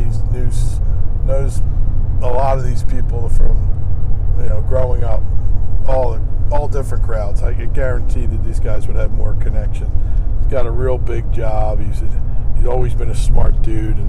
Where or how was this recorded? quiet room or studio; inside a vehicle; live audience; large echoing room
inside a vehicle